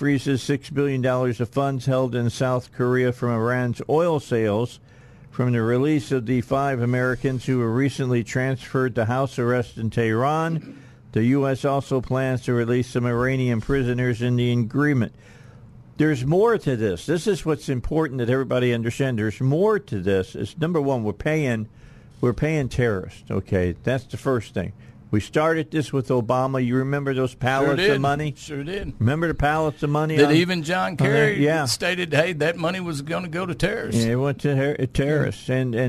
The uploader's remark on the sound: Joined us by phone. Here in the state of Arkansas!